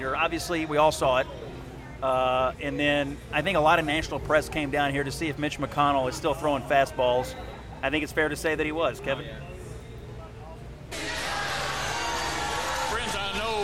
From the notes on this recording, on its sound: The Flyover Country crew headed down to the Fancy Farm picnic this weekend to bring you a LIVE reaction podcast following the speeches.